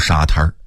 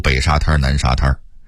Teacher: 在北京话里头，真正的滩字是必须加儿化韵的